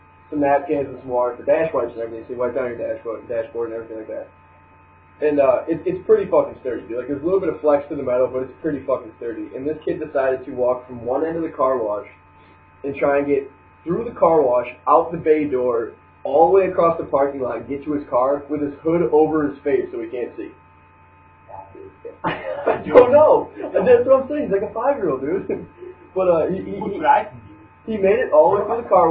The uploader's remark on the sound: Welp 0 editing done to it, horrible audio quality, and minus 2 people!